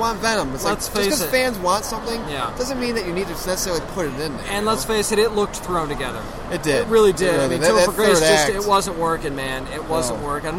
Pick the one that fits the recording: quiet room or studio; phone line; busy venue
busy venue